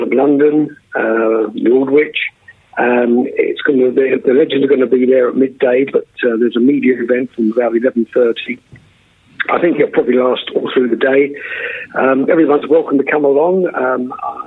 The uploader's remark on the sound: On the phone.